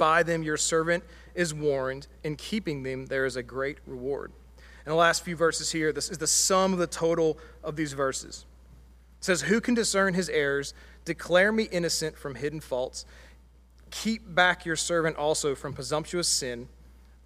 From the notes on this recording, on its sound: Sunday Worship Service - Live stream.